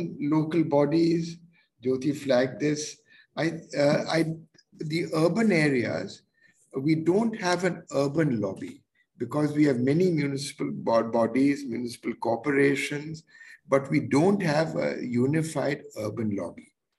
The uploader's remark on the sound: Zoom and Facebook Live